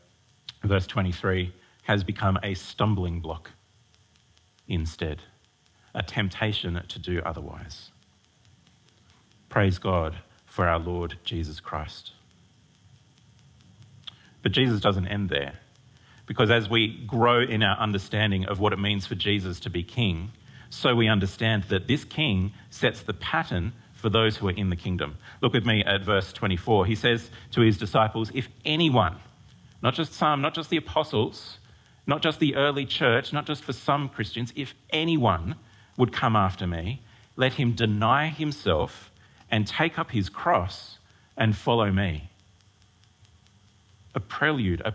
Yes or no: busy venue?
no